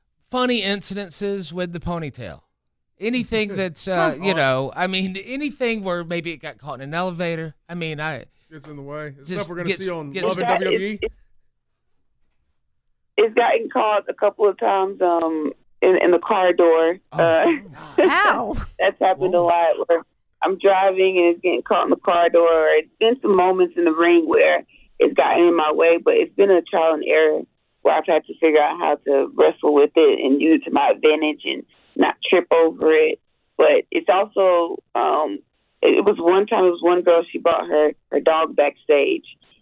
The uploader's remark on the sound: WE GOT A POSSIBLE RUMBLE WINNER ON THE PHONE